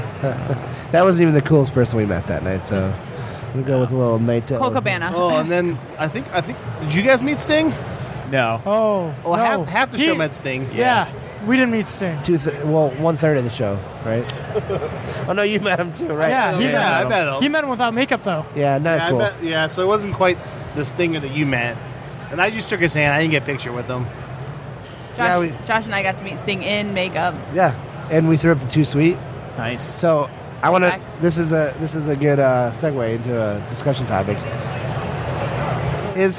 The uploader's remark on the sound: Live from Motor City Comic Con